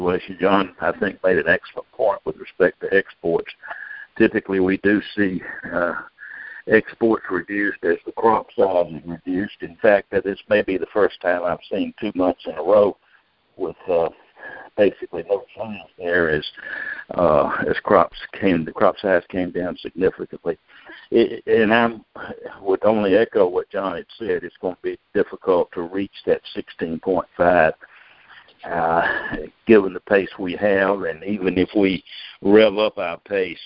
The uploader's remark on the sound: Monthly Conference Call